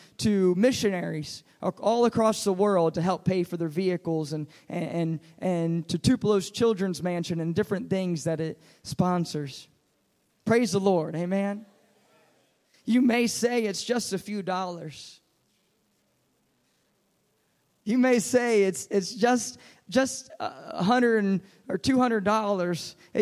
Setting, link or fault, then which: setting, large echoing room